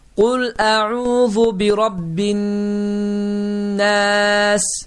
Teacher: Baxın, ənnəs sözündə olan ləm yazıda olduğu halda, baxmayaraq ki, yazıda var, amma tələffüz etdiyim zamanı isə ləmi tələffüz etmədi, ikinci hərf isə nun hərfi isə şəddələndi